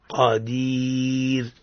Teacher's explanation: في لفظ شيء قدير الراء هنا حكمها ماذا؟ حكمها الترقيق عند الوقف